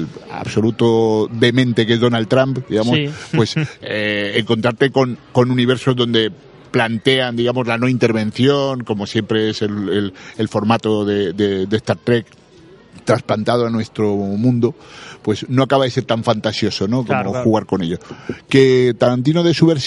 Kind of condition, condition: setting, busy venue